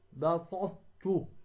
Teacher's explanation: تدغم الطاء ولا تقوم بلفظها